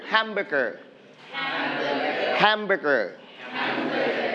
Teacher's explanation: We are going to stress on the first syllable, ham.